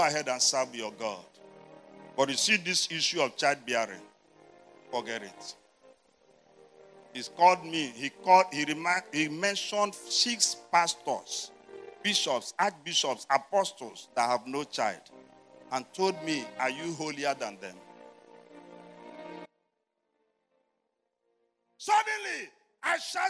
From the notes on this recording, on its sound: Jericho Experience 2022. You are listening to sermons from our annual word & worship festival.